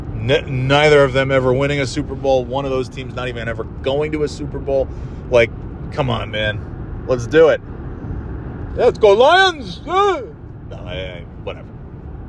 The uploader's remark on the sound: Driving Home From NY (and NOT in snow).